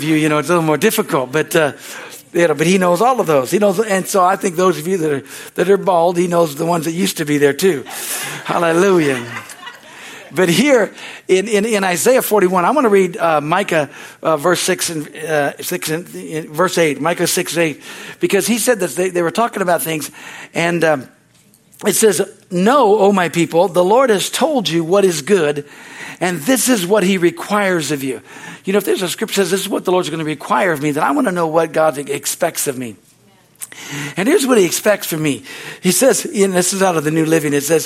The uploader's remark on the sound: the Wednesday service on July 12, 2023 at Harvest Bible Church in Stockton, CA.